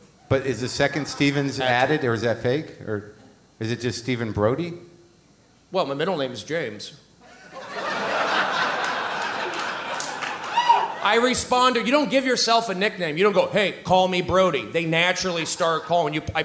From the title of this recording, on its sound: Live Portland Super Show